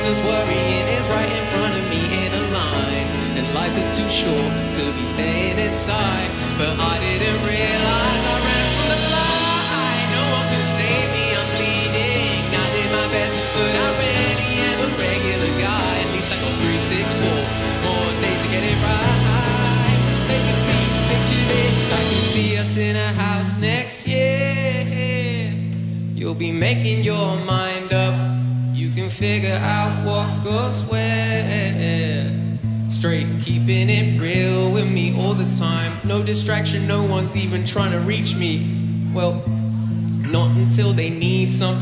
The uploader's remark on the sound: Concert at Glastonbury festival